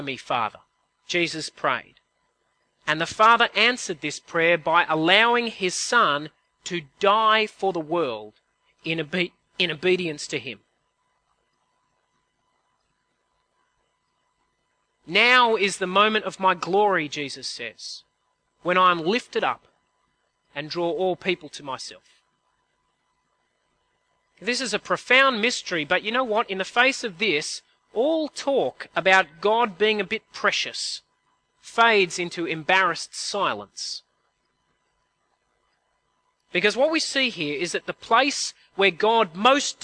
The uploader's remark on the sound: At a CIG service